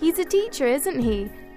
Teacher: When she says, isn't he, with her voice going down, she actually knows the answer to the question. · Term: question tag